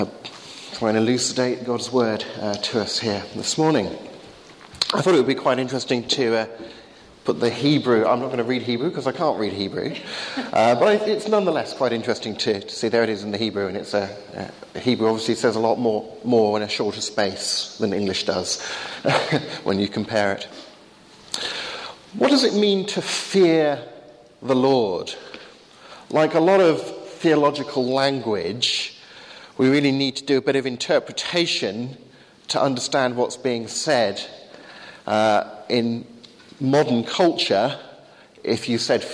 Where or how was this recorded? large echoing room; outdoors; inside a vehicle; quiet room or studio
large echoing room